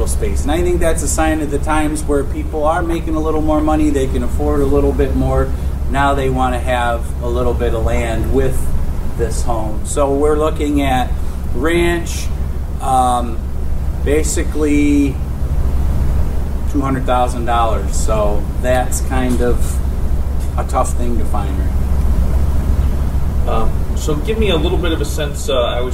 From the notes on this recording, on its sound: 'Quality of Life' panel at Monroe County Chamber breakfast. When the Monroe County Chamber of Commerce held its breakfast program today.